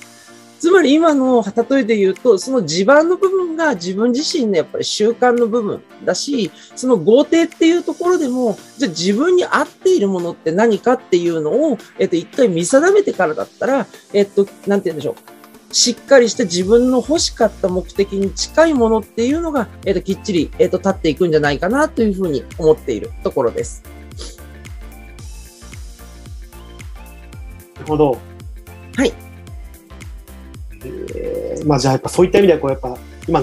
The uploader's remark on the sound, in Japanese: こちらの配信は2022年4月にLinkd In上で行われたライブイベント企画での収録となります。